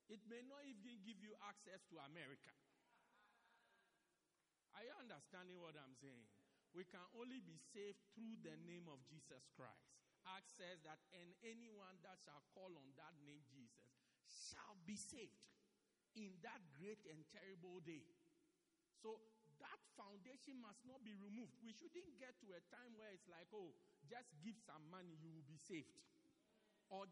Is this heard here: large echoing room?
yes